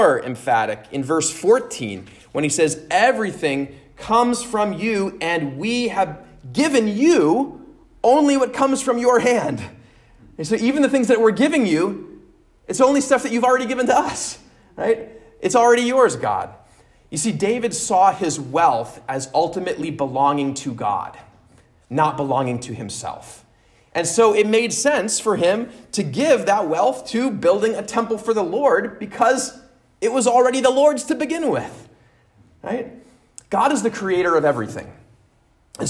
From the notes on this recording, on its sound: at Immanuel Lutheran Church in Pasadena, CA